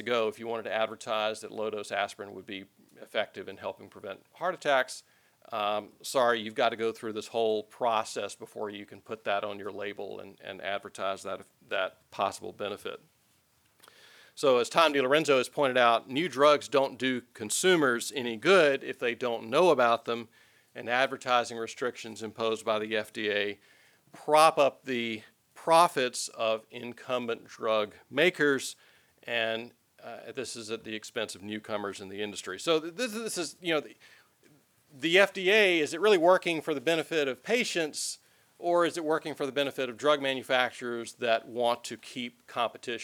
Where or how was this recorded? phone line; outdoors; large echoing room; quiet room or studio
large echoing room